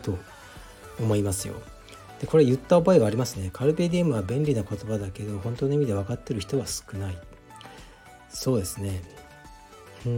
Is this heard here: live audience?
no